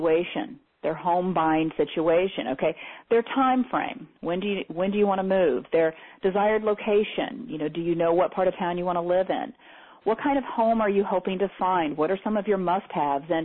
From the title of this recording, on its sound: Teleseminar Recording